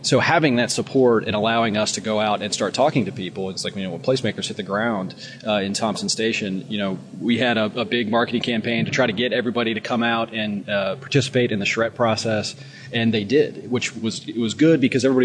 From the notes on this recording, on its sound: Recording live at CNU24 in Detroit